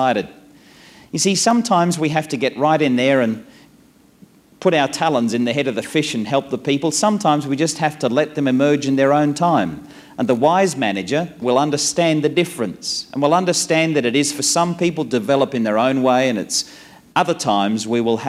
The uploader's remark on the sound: This presentation was recorded at a networking conference in Singapore where people were aspiring to manage their own group members.